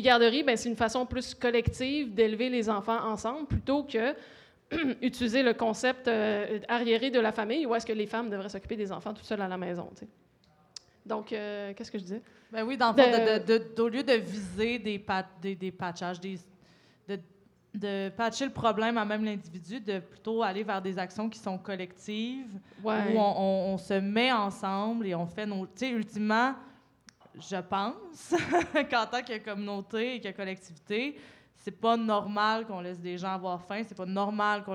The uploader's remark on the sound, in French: Enregistré devant public. À La Cale Pub Zéro Déchet au 6839 rue St-Hubert à Montréal.